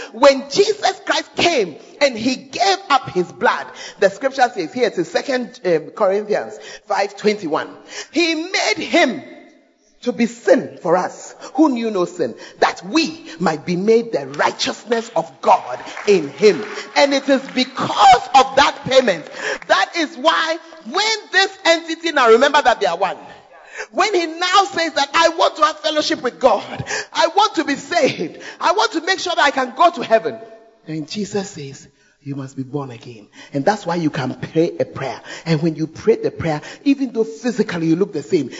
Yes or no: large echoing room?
yes